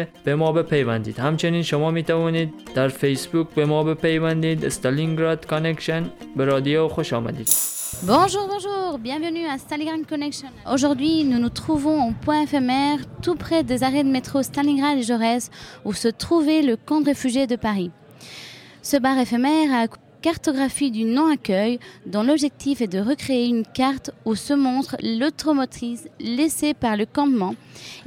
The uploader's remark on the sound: Suite de notre 1er plateau enregistré au Pont Ephémère lors de l'expo "Cartographie du non-accueil". Recorded at the Point Ephémère during the exhibition "Cartographie du non-accueil".